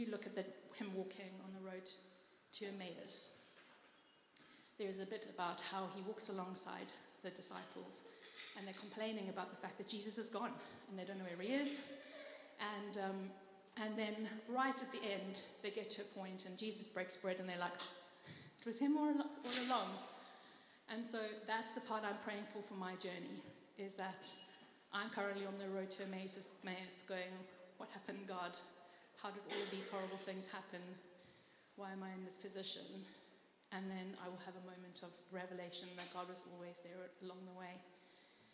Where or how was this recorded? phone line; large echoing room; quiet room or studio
large echoing room